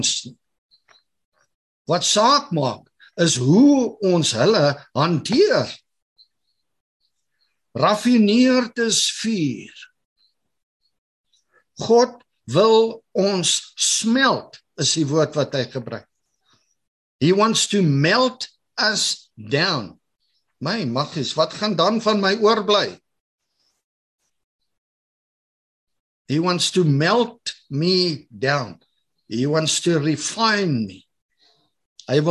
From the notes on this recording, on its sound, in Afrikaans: Manne van die Woord Zoom Byeenkoms.